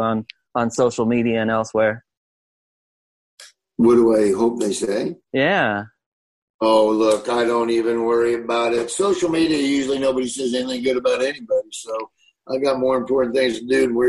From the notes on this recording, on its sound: From his kitchen in Nebraska to talk over Zoom.